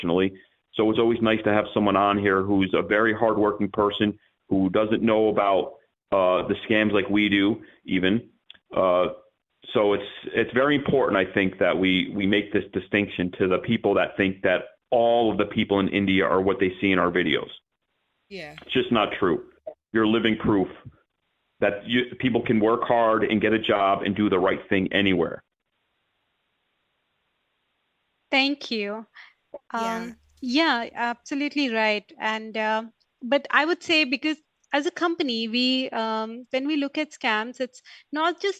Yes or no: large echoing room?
no